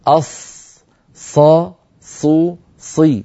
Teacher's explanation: الصاد كالسين كالزاي، كما نقول أس كما نقول أز نقول أص، لأن هذه الثلاثة من المخرج نفسه · Term: حرف الصاد